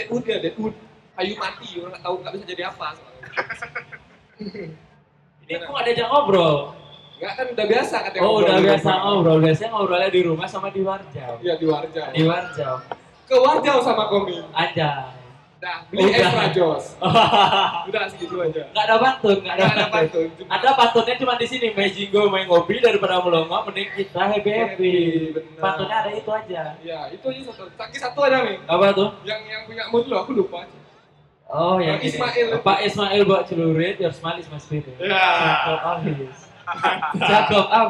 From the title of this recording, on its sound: Live at Creator Corner by HIPMI Denpasar